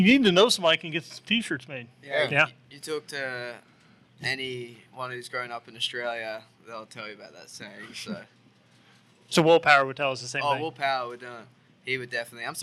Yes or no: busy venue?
yes